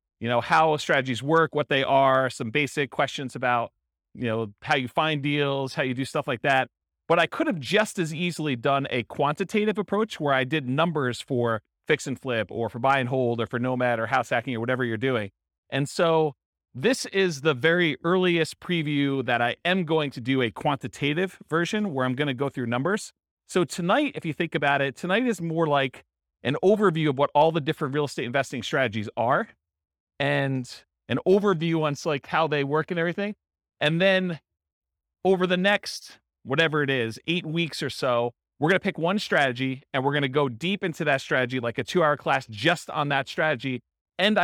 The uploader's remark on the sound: This was a live class recorded